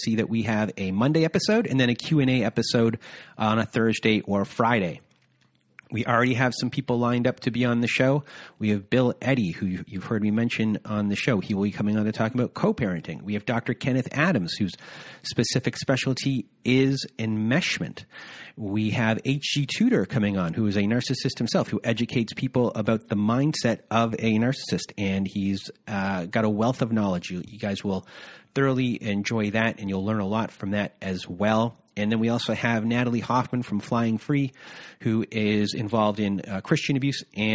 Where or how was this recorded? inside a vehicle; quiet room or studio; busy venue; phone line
phone line